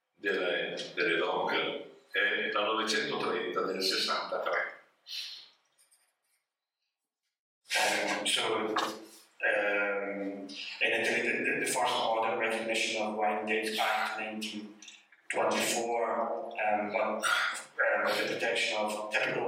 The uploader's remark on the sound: Vinitaly 2022. WARNING AUDIO IS LESS THAN PERFECT! These recorded sessions are then released on the podcast to immortalize them!